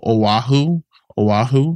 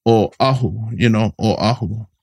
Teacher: just know that there's an okina between the O and the A · Shown in: second take · So that shows it's a Oahu, you know, Oahu.